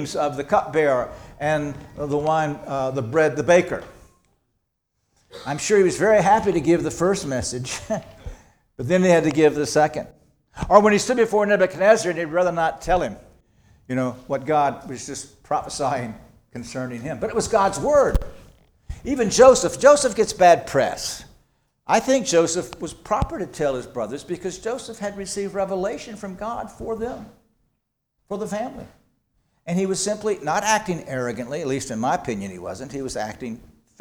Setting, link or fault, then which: setting, large echoing room